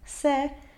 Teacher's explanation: In this case, the first E would be closed, but the apostrophe indicates that it's eliminated. Therefore, the pronunciation is se, with a very open epsilon e, and with a strong phrasal doubling following